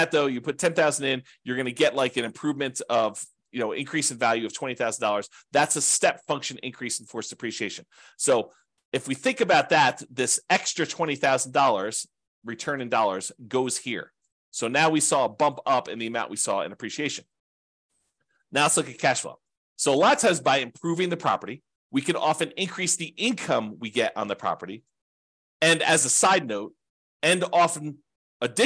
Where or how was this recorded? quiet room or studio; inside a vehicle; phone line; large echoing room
quiet room or studio